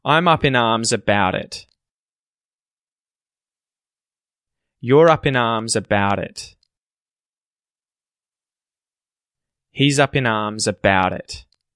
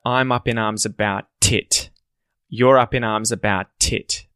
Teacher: because the T in about is surrounded by vowels, instead of, say, consonants or no vowel before it or no vowel after it, the T turns into a D sound to make it flow · Shown in: first take